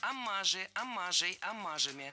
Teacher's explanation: Слово «аммаж» имеет ударение на втором слоге, и при склонении ударение остается на том же месте.